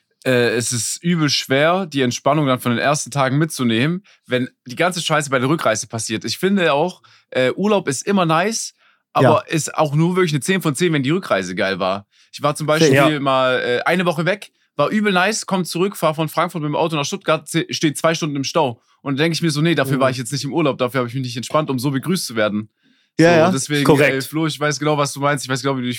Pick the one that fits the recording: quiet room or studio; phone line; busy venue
quiet room or studio